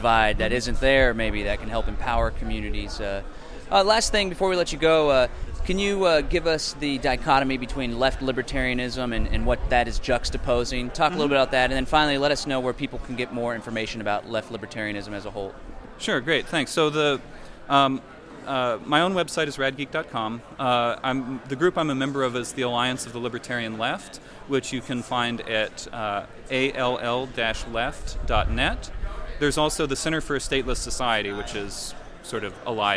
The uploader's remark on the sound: recorded on Septermber 1st at Libertopia Festival